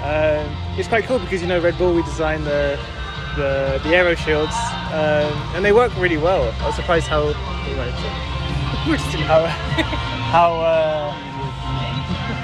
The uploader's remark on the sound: walking down to INDYCAR practice